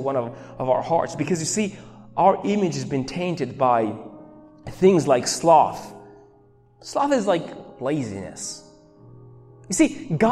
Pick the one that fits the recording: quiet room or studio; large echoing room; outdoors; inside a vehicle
large echoing room